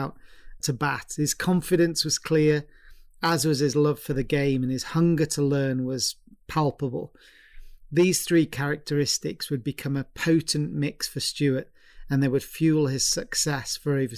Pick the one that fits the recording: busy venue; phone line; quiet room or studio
quiet room or studio